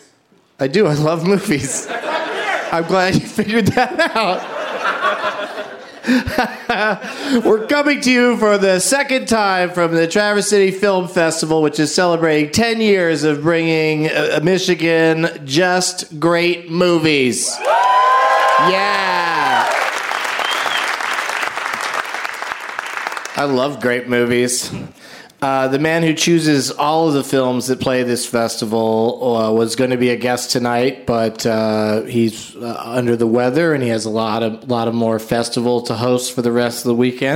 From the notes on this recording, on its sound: Live from the Traverse City Film Festival